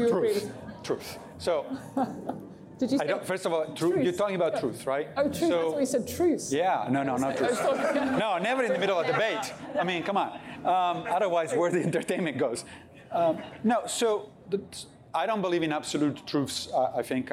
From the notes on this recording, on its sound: This episode was recorded live at our philosophy festival HowTheLightGetsIn.